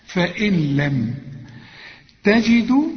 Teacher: بعدها لام، يحصل ادغام بدون غنة وكأن النون غير موجودة